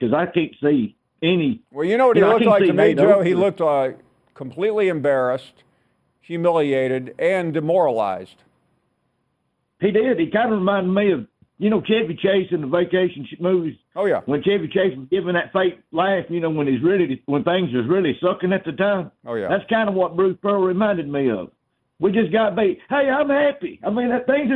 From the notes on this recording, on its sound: Final hour of our President's Day show and we take a full hour of your phone calls.